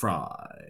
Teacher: putting in a bit of vocal fry when you said the word fry